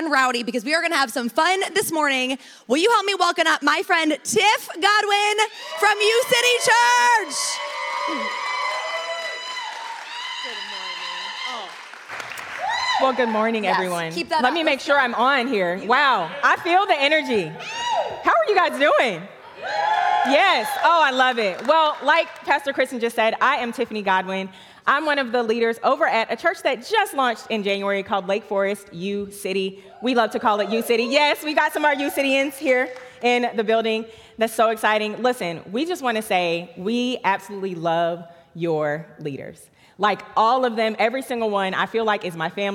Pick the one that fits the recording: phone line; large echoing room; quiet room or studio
large echoing room